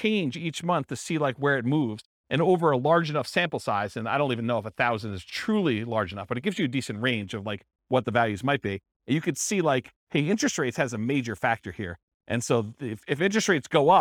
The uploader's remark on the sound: This was a live class recorded